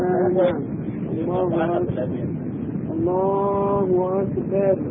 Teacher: يرقق الراء، هذه من لهجتهم البخاريين يرقق الراء كثير